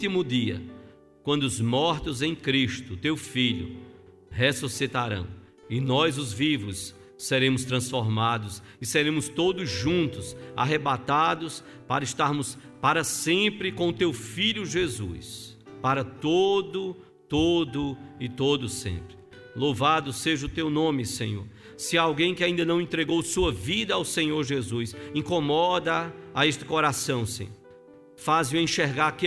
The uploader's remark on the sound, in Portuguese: No culto transmitido on-line a partir do templo no domingo (30/05/2021) à noite (18h), sem público conforme decreto do governo do estado de PE devido à Pandemia da COVID-19.